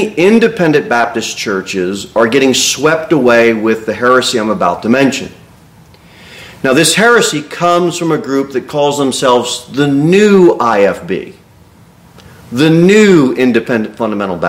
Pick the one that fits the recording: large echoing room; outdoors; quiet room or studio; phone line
large echoing room